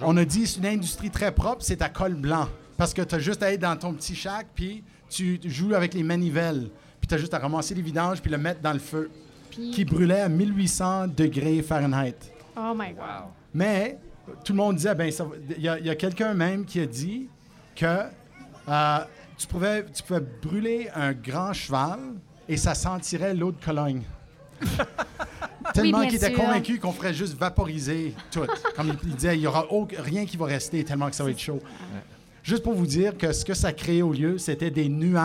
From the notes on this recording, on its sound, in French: En direct du Festival flying canöe volant. Enregistré devant public. Au Café bicyclette de la Cité francophone dans le cadre du festival Flying Canoë Volant.